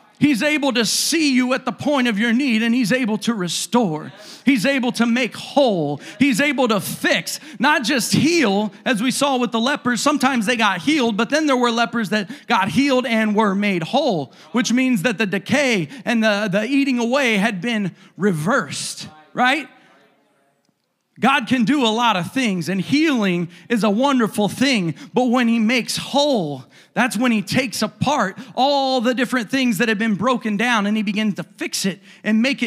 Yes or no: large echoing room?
yes